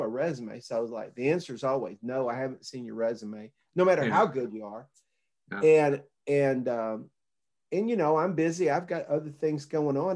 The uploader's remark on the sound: Zoom video interview